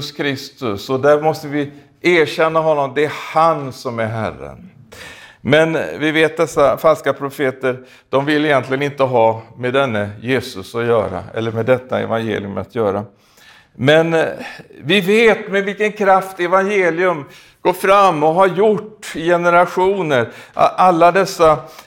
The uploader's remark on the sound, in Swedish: i denna predikan från Skultorps pingstkyrka, inspelad i maj 2021